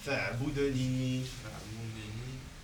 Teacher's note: Alors le DEL, les frères, il est en bleu ciel, donc on fait la qalqala.